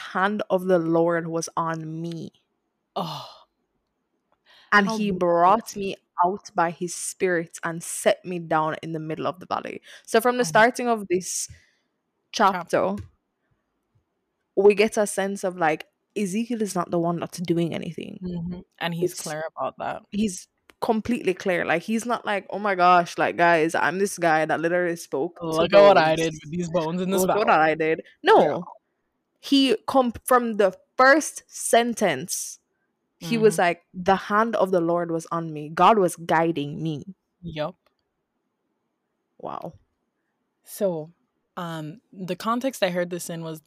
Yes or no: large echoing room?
no